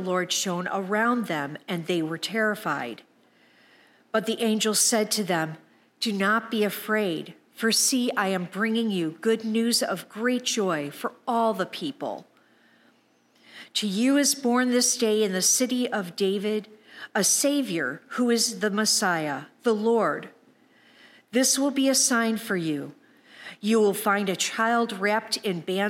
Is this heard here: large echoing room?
yes